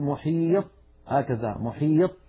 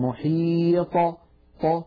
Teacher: فإذا سكنت الطاء اهتزت في مخرجها وخرجت بالتباعد بين طرفي عضو النطق · Shown in: second take · ولم تخرج بالقرع أو بالتصادم بين طرفي عضو النطق كبقية الحروف الساكنة، فنقول في السكون أطاء محيط، ولا نقول محيط هكذا محيط، بل نقول محيط ط، فهكذا نخرجها بالتباعد بين طرفي عضو النطق شديدة مجهورة مستعلية مطبقة. · Term: القلقلة